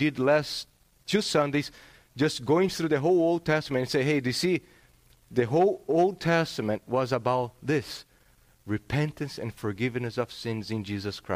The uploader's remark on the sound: This sermon was preached on September 11th, 2022 at Salem Reformed Baptist.